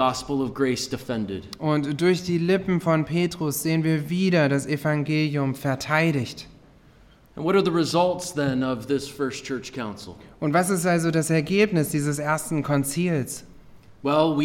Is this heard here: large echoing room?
yes